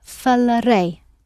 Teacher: So you've got falar, F-A-L-A-R, and you add E-I. And because the word ends in an I, it's going to be stressed on the ending. And this is a feature of the future tense in Portuguese, that the re and the other forms that we're going to learn shortly are stressed.